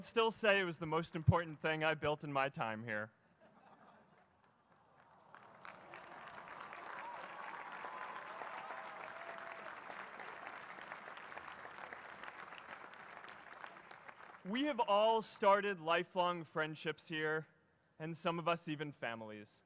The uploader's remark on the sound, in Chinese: 在哈佛大学的演讲。